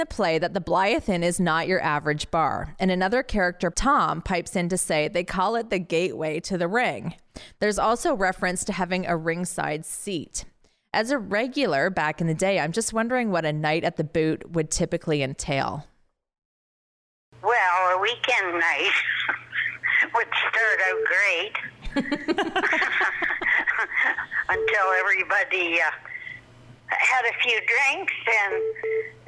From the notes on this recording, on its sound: joined by telephone